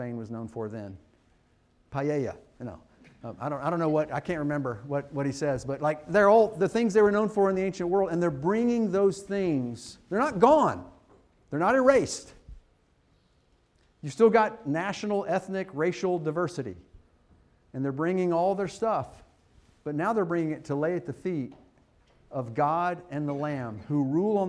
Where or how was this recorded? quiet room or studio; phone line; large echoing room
large echoing room